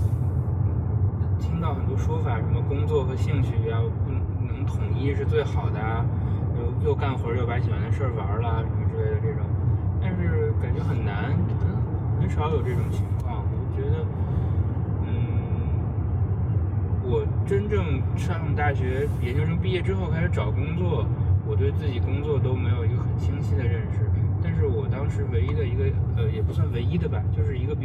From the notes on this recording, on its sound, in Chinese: 工作太忙了，没有时间录音，只好在开车上班的时候录音啦。